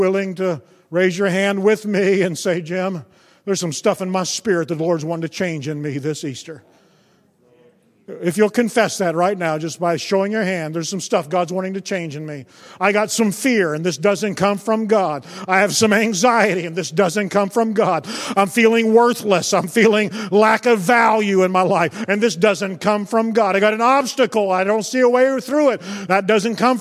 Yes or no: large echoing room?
yes